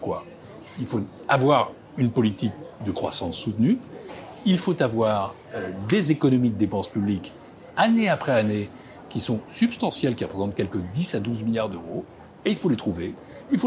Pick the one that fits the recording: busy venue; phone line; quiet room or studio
busy venue